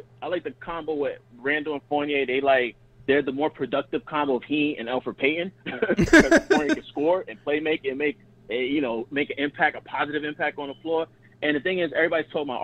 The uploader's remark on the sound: LIVE after the game while taking phone calls from listeners.